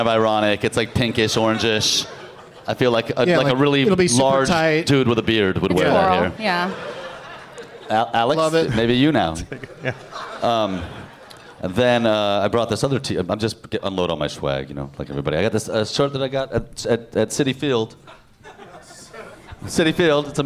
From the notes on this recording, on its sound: Live from the Helium Comedy Club in Portland, OR